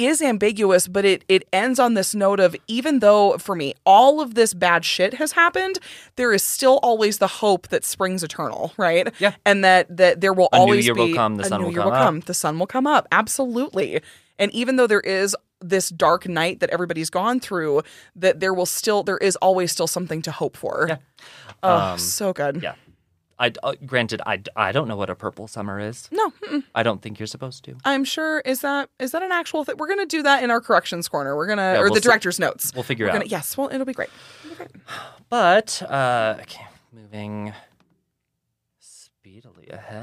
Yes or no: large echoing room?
no